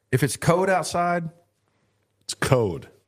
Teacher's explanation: So, here in Texas, we do not say our L's.